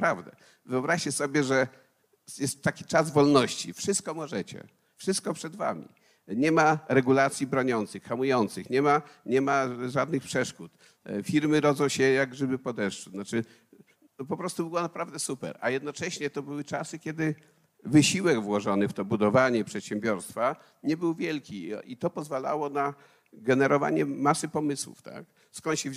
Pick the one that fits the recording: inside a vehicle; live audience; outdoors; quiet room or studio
live audience